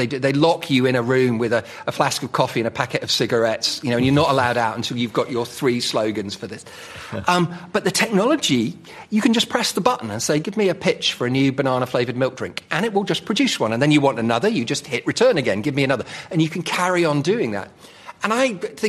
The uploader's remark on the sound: Recorded in front of an audience at London's Royal Institution (RI).